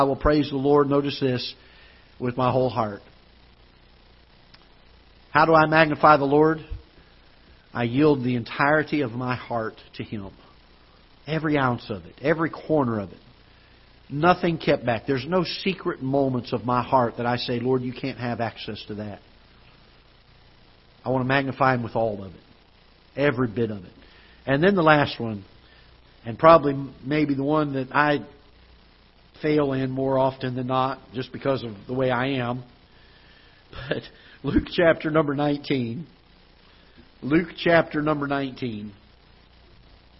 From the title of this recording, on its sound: Ketha Heights Baptist Church ~ Live Broadcast